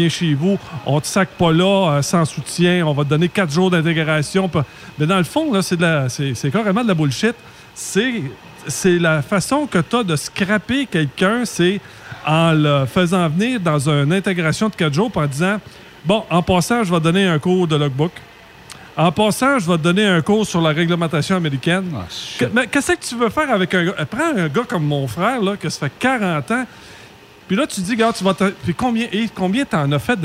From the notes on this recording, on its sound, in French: En direct du Relais Routier Petit. Le truck stop accueillait Burrowes, Traction et TruckPro qui ont offert des repas gratuits aux camionneurs pour les remercier de leur travail en période difficile de la Covid-19.